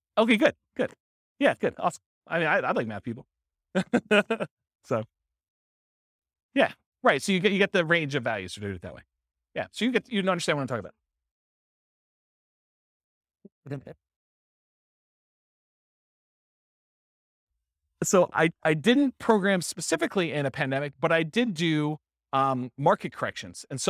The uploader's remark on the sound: This was a live class recorded